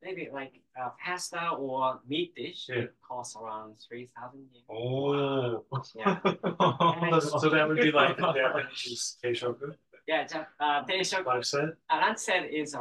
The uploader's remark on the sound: Apologies for the sound. It appears the microphone was not turned on.